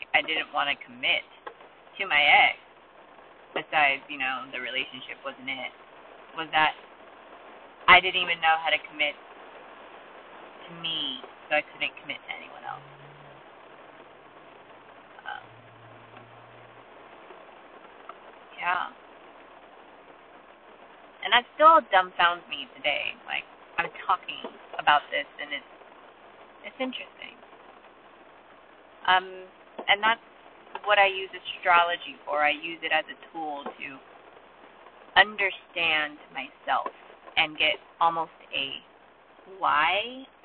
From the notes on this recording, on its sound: Recorded in my car during a down pour.